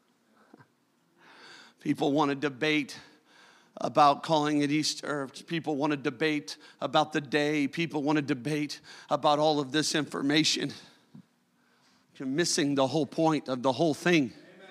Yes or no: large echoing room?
yes